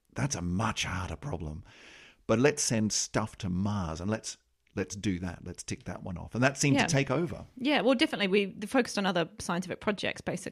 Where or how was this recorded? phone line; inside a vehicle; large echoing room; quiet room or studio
quiet room or studio